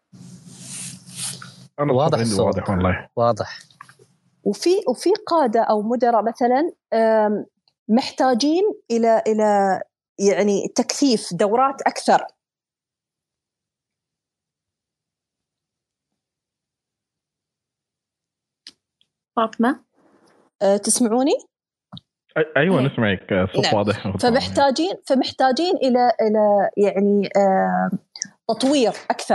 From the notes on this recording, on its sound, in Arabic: تسجيل لمساحة ابن رشد الأسبوعية على منصة تويتر